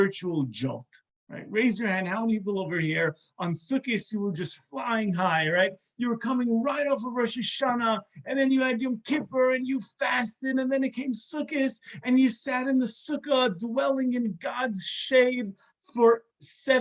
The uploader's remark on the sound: This is a recording of a zoom talk